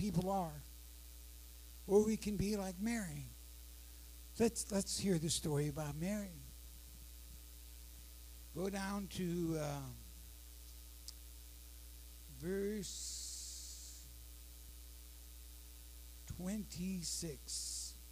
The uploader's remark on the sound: Sorry, low audio.